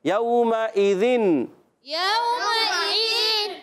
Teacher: تو یہاں پر اظہار حلقی کا قاعدہ ہوگا اور یہاں غنہ نہیں کریں گے، نون کو ظاہر کریں گے